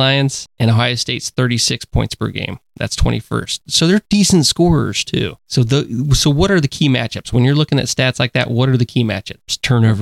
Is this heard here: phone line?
no